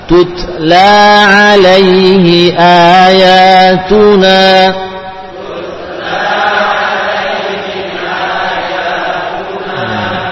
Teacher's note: ada hams setelah syiddah, hams ba'da syiddah